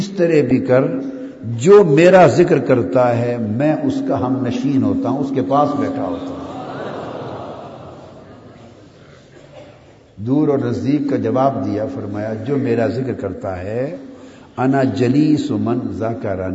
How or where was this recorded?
live audience